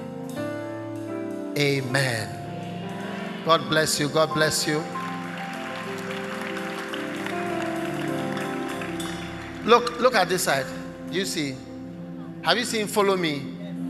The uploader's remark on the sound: Preached at the First Love Experience Service, Accra.